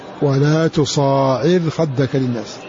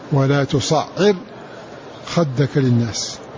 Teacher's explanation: بمد وإثبات ألف بعد الصاد وتخفيف العين · Shown in: first take